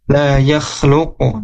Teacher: huruf qaf di sini ketika disukunkan, ketika diwaqafkan, maka harus mantul, harus qalqalah ya, la yakhluqu, dan mantulnya ke huruf lagi, la yakhluqu, jangan la yakhluqu luqu gitu ya, tapi la yakhluqu.